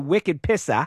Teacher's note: leaving the R sound off the end in that classic New England way of talking